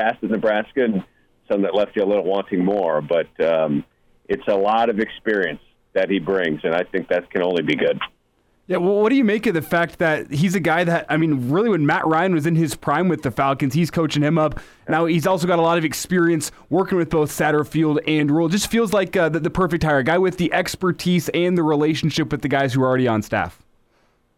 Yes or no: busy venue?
no